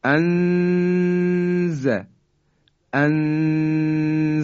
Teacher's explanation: یعنی ما در حقیقت ابتدای مخرج زا هستیم، در حالی که نون رو هم مخفی کردیم · Term: اخفا